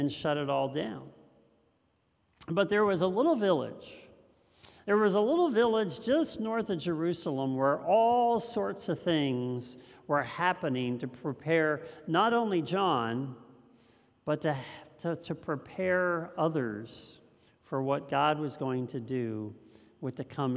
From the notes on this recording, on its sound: This message was first preached on 12/18/2022 at Linglestown Life